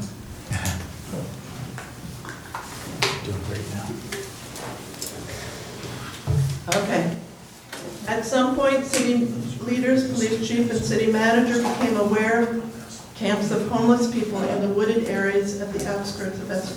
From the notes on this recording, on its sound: Live recording of Astoria City Council Meeting, Oct 1, 2018.